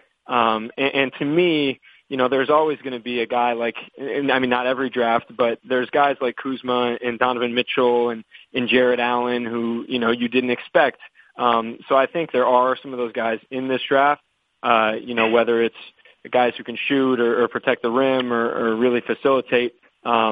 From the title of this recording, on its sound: Conference Call